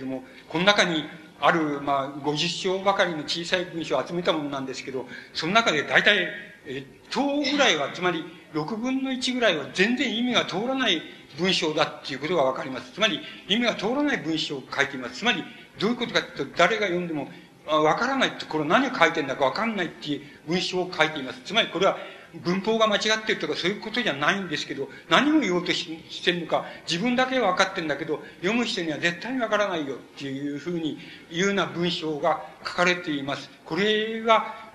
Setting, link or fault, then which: setting, large echoing room